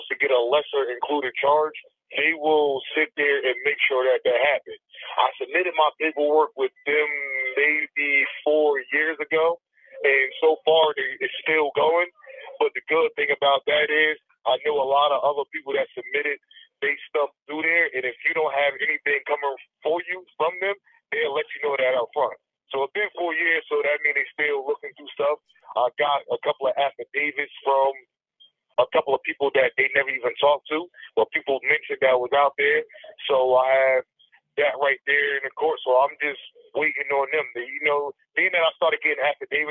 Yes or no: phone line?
yes